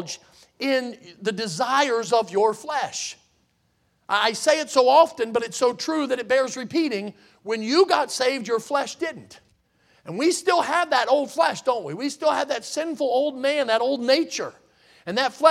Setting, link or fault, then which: setting, large echoing room